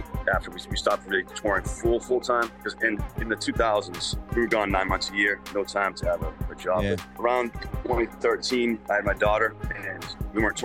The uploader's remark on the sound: on location at the Sydney Opera House